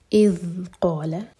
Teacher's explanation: اذ قال، ذال ساکن پر رخا ہوا، تھوڑا ٹائم دیں گے. اذ قال، قاف ہیوی لام لائٹ.